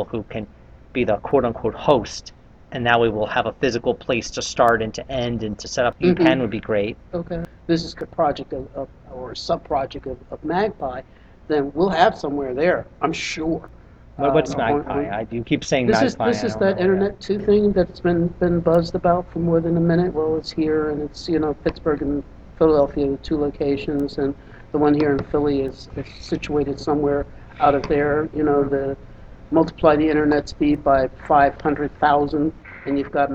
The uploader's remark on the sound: The conversation recorded live among Wikipedia:Meetup/Philadelphia 8 participants.